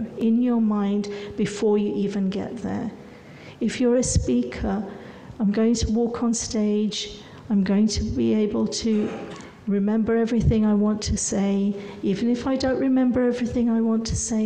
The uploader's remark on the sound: Live recorded during brightonSEO. To do a live podcast the night before brightonSEO. Instead of recording in our bedrooms*, we recorded a podcast in front of a live audience. The audience was part of the show, as they asked questions and shared their own experiences and tips.